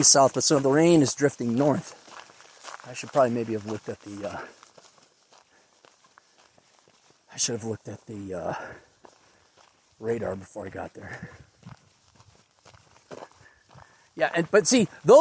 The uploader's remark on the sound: a short podcast while hiking